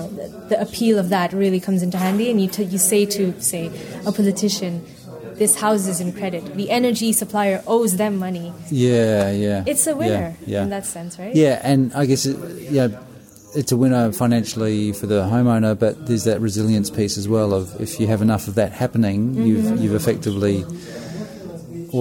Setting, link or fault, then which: setting, busy venue